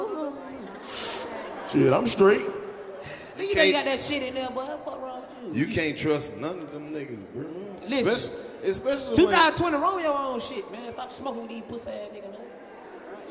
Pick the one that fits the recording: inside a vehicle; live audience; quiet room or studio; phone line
live audience